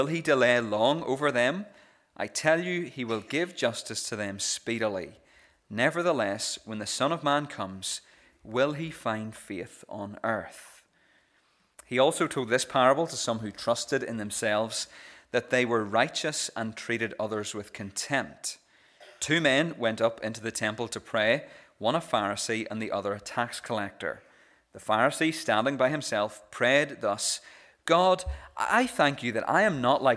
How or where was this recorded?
large echoing room